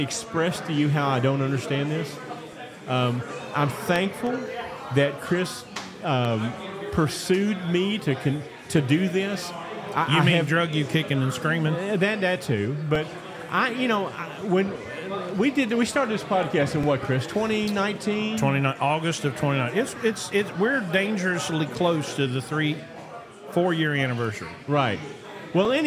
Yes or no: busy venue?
yes